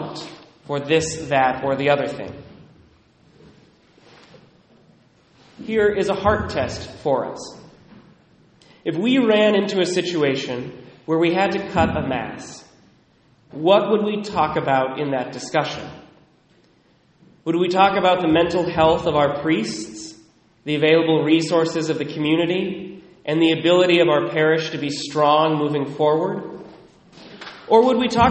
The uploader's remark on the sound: Recorded at Immaculate Heart of Mary in Sedro-Woolley, 11:15am Mass